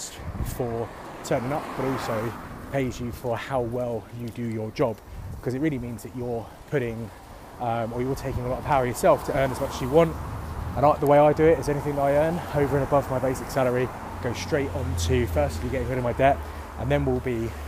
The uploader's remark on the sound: Walk and Talk